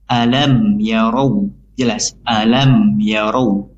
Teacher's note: mim sukun dibaca jelas tanpa dengung · Term: idhar syafawi